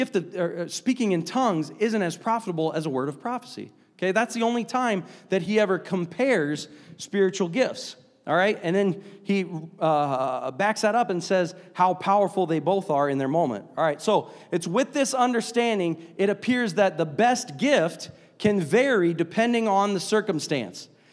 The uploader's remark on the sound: a service recording from Connect Point UPC